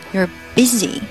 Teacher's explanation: busy s 那个音发 z，不要发成 s